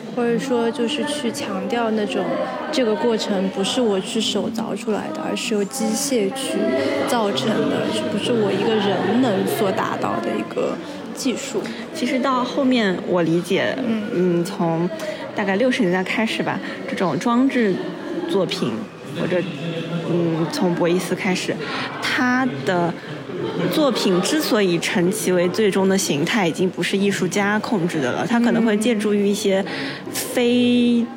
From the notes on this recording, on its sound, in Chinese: 今天我去参加西岸美术馆最新的常设展《万物的声音》的开幕式。与几位朋友，尤其是预展现场临时捕获的朋友们一同看展。